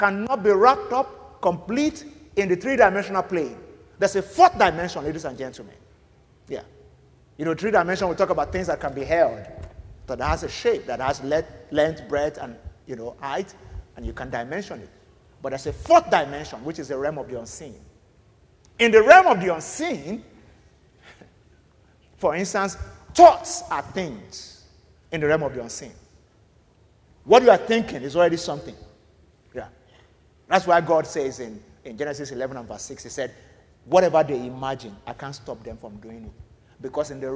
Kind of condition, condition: setting, large echoing room